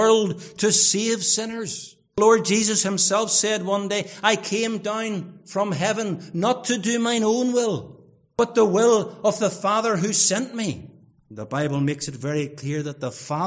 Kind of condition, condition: setting, large echoing room